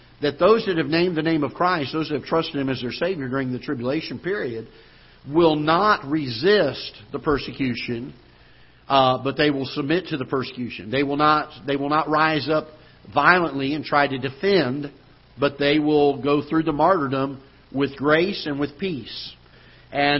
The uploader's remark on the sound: Ketha Heights Baptist Church ~ Live Broadcast